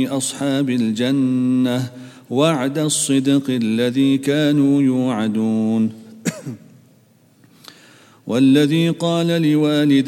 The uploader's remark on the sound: at the Houghton Masjid (West Street)